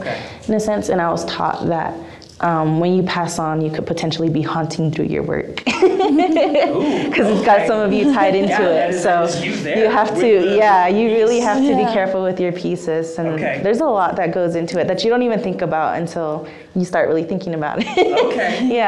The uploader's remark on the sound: Our three beginning audience members here.